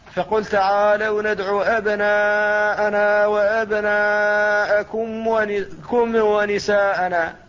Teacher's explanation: يقلقلون الميم الساكنة قبل الواو والفاء · Term: قلقلة